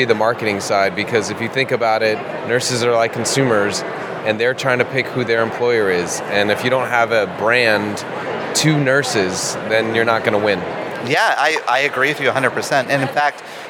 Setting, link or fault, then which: setting, busy venue